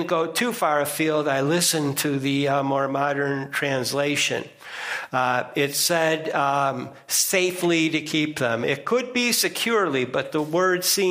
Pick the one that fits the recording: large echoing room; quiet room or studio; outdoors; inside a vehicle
large echoing room